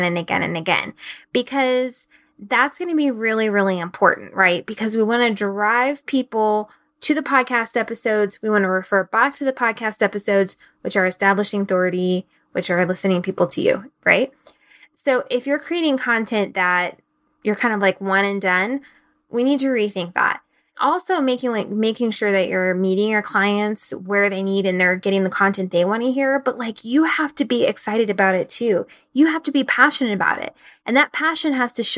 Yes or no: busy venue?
no